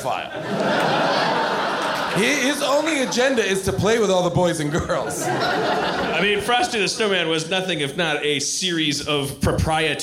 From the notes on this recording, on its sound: LIVE episode recorded at Largo in Los Angeles.